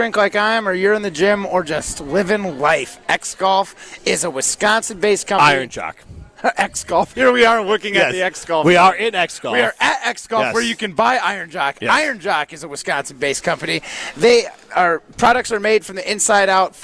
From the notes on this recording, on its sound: live from X-Golf in Madison